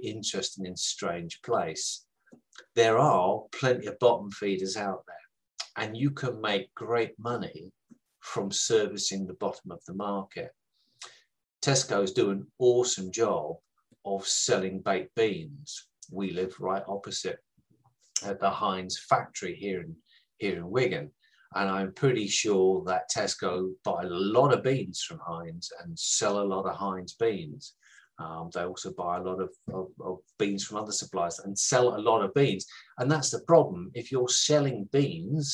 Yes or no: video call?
yes